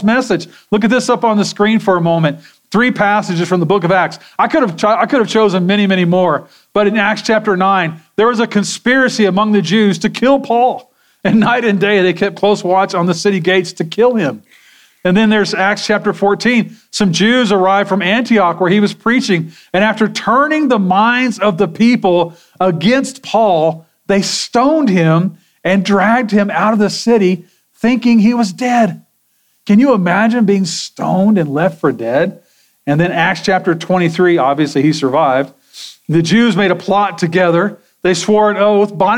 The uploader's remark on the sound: Sermon audio from Sunday, February 25, 2024.